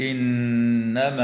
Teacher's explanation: وتغن النون المشددة من كلمة إنما